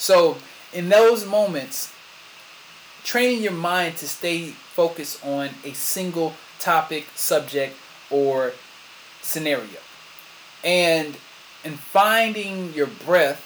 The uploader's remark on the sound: Sorry for the sound.